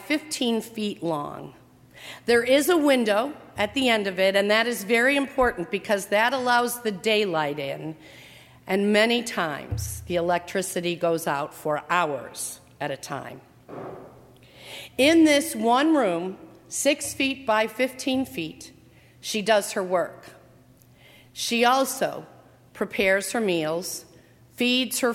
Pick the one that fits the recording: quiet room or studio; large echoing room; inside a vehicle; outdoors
large echoing room